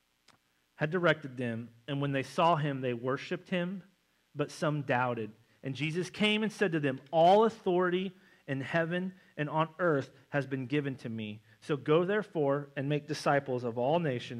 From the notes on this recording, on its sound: November 5th Missions Conference Sermon. At North Side Assembly of God in Springfield MO.